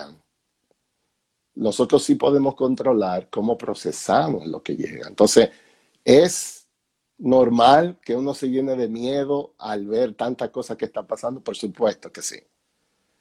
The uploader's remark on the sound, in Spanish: Una conversación MUY REAL sacada de un en vivo en Instagram